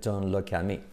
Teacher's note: Curioso con don't, que la T no se pronuncia, se dice como don